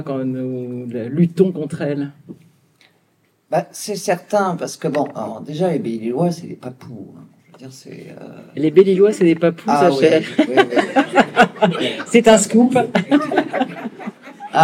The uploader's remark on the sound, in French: Retransmission de sa conférence lors des Rencontres des intelligences animales 2023